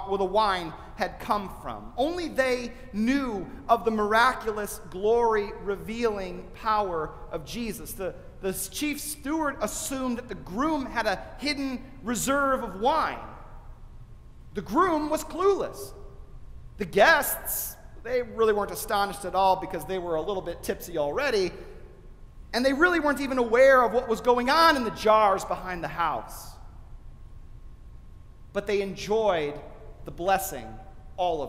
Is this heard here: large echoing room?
yes